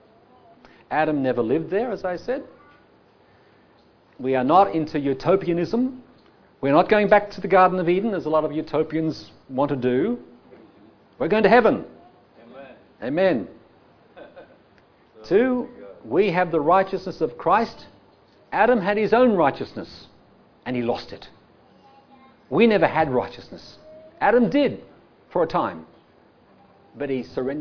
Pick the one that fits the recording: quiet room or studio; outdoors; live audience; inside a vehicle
live audience